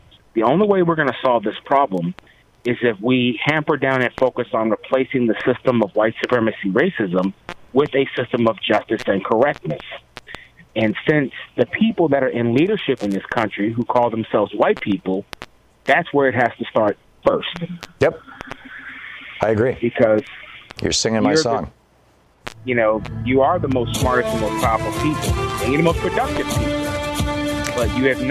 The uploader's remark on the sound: Diverse callers across the nation